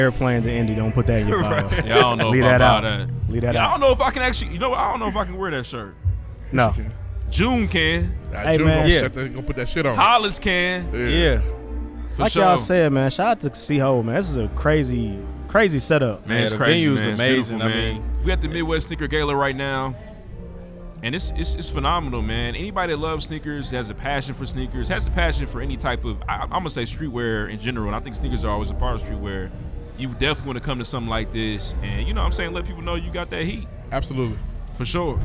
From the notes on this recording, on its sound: exclusive interviews live from the Midwest Sneaker Gala